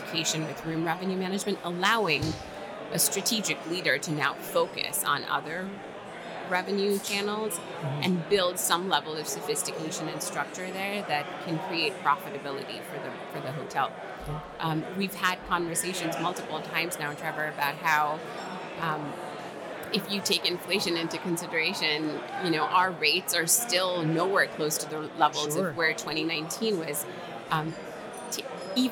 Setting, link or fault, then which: setting, busy venue